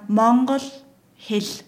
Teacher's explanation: Und der Buchstabe L wird bei uns weiter vorne gesprochen als bei euch.